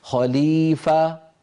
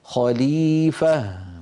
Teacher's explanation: لابد من بيان الهاء الساكنة لأنها ضعيفة ومتطرفة · Shown in: second take · فلا يقول الواحد خليفة فيسمع السامع فاء مفتوحة ليس بعدها شيء، لابد أن نبين الهاء هكذا خليفة.